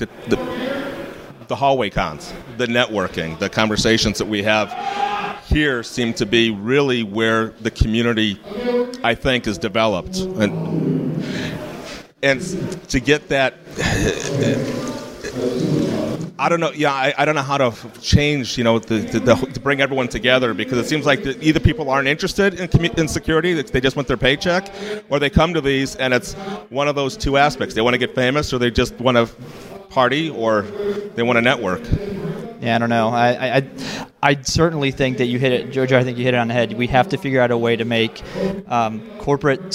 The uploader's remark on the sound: Backstage at THOTCON 0x3. I was listening to some of the conversations and talks being given at Chicago's very own THOTCON 0x3.